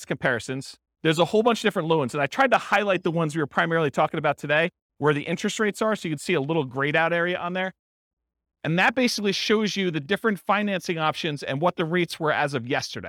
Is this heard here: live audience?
yes